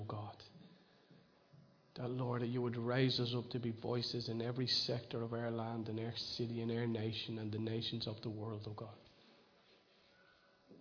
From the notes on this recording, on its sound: Recorded live in Liberty Church on 23rd June 2019